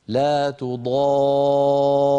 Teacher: لابد من أن ننزل من الألف إلى الراء بضغط · Term: مد لازم كلمي مثقل